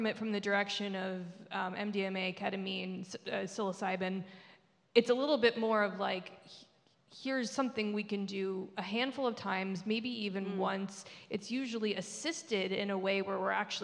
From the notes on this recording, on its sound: Recording of The SPEAK™ Podcast LIVE which took place at our SPEAK: Health pop-up event. Stages that consist of 10 SPEAKers, one microphone and one spotlight.